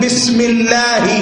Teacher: لفظ الجلالة إذا جئت به في وسط الجملة تنفك همزته عنه · Term: همزة وصل